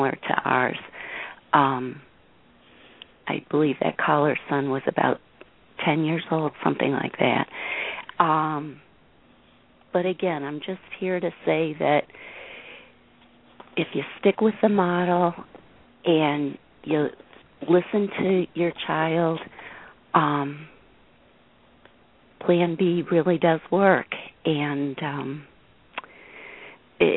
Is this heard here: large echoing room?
no